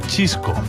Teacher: muchas veces el sonido C o S pasa a ser Che